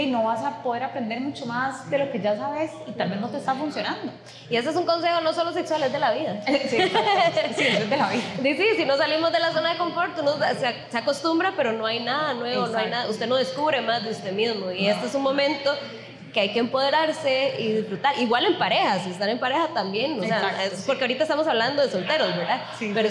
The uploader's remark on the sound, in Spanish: Este fue nuestro primer episodio en vivo desde Eremita Cervecería donde celebramos el Día de la Soltería el 11/11.